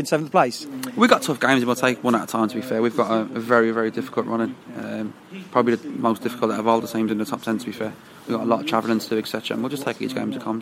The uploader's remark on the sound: Took up residence in their favourite beer garden for the third time to do a live record.